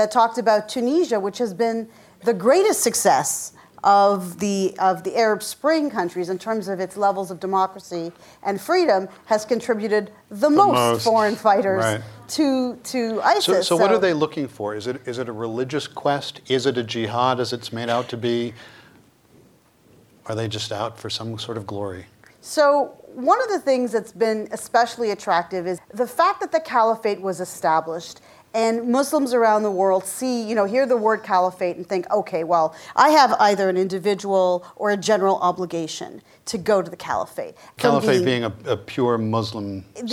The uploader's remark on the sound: WGBH hosted a public panel discussion